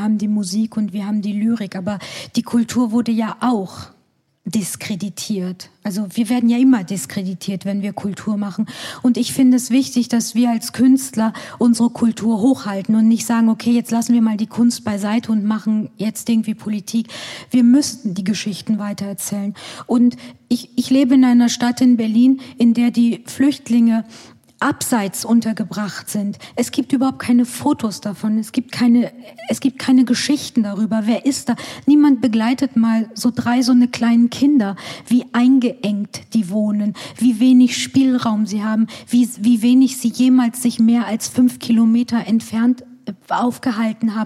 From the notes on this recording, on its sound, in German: (Live aus Hannover). Bei einem Live-Podcast im Rahmen des Universen Festivals im Staatstheater Hannover aufgezeichnet wurde. Ein besonderer Dank geht an das Schauspiel Hannover, das Trauer & Turnschuh im Rahmen der UNIVERSEN für die Live-Folge eingeladen hat.